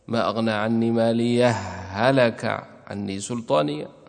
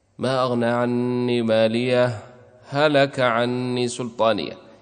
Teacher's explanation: ولا يتأتى الإظهار إلا بسكت لطيف · Shown in: second take · ما أغنى عني ماليه هلك عني سلطانيه، يعني تسكت سكتا لطيفا.